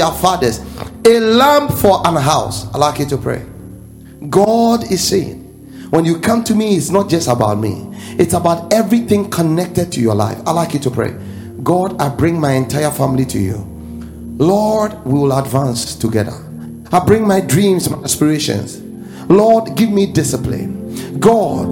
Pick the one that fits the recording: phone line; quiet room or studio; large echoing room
large echoing room